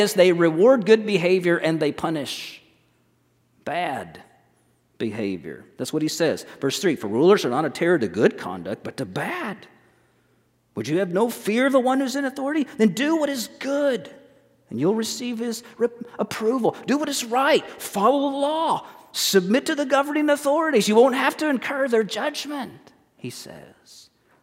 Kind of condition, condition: setting, large echoing room